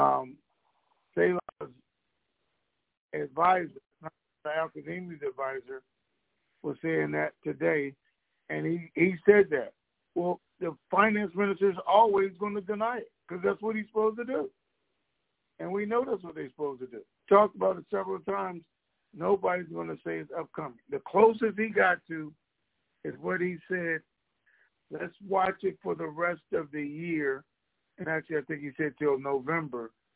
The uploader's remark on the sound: TNTSuperfantastic Conference Call